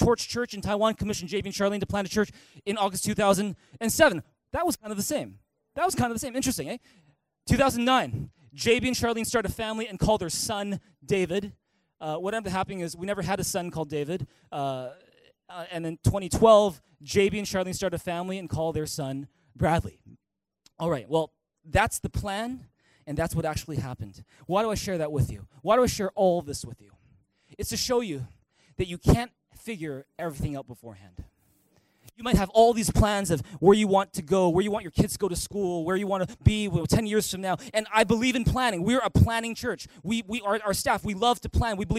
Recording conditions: large echoing room